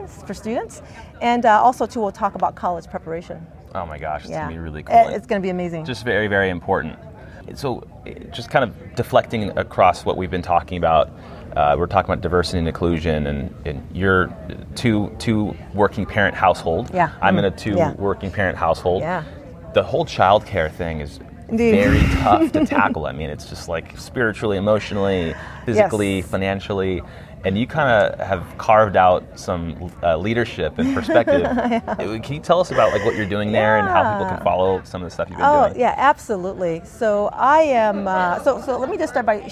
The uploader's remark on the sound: Today's episode is a series of (3) LIVE interviews taken from the February 2020 BAM conference, or Blacks at Microsoft conference.